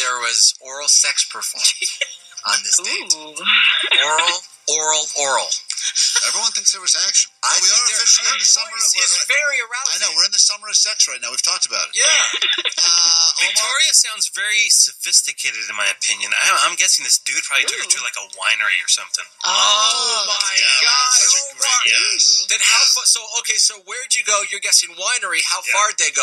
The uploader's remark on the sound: LIVE from Laguna Beach? Live from Laguna Beach's Suite-or whatever it is, sorry for the audio.